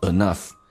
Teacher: e 会弱化成 a 比较的容易发一点